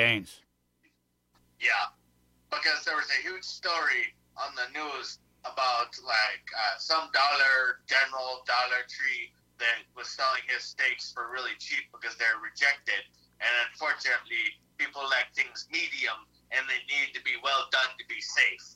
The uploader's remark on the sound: Phone Interview